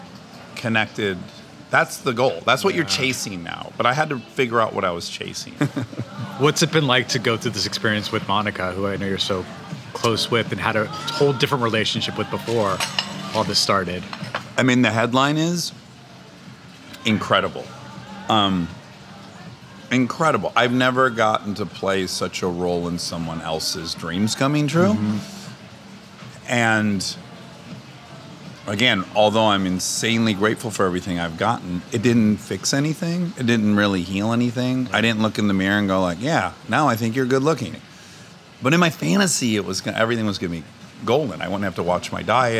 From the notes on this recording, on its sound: Over a burger and fries. This episode was recorded at Cara Restaurant at the Cara Hotel in Hollywood, CA.